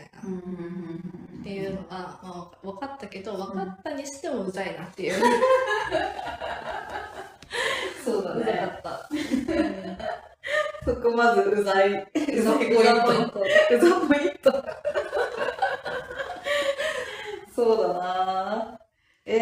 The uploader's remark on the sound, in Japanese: 引っ越しまえの新居、携帯のライトで照らしながら収録しました。音質が少し悪いです。